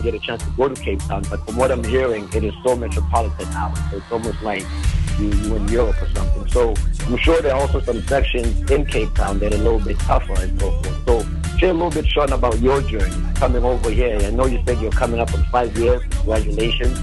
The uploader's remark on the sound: The very first Show the Crew did together via phone!